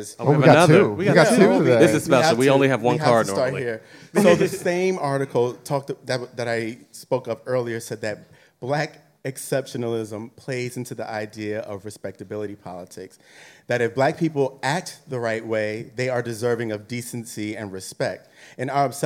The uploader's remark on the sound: This special episode was recorded in front of a live audience, marking an exciting milestone for our podcast.